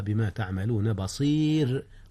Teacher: رققت الراء لأن قبلها ياء وهي ساكنة